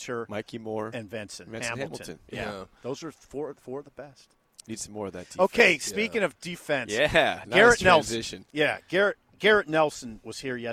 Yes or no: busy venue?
yes